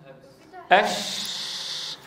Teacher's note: رخوة مهموسة، فرخاوتها تميزها عن الجيم الشديدة، وهمسها يميزها عن الياء غير المادية المجهورة